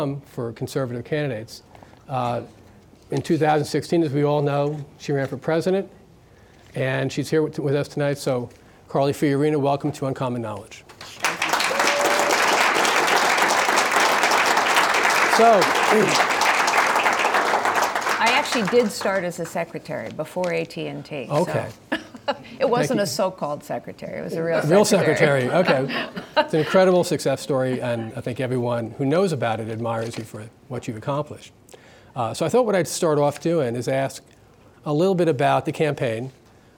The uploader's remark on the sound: In this special live taping of Uncommon Knowledge, at the National Review Institute’s Idea Summit.